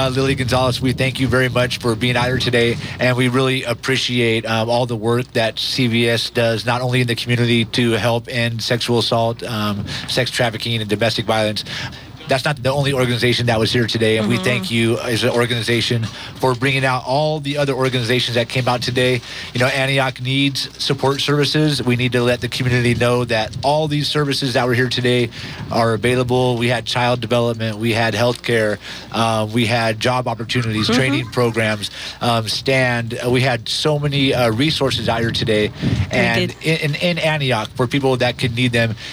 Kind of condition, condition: setting, busy venue